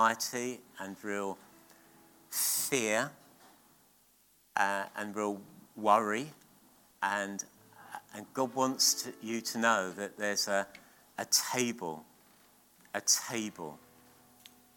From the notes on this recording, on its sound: At King's Church, Cockermouth.